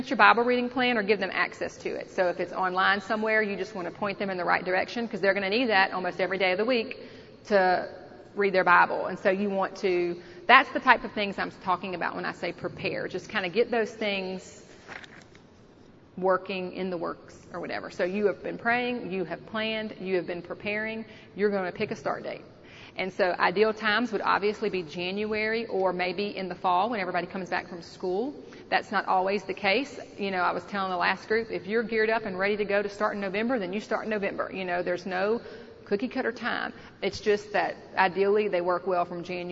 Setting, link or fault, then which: setting, busy venue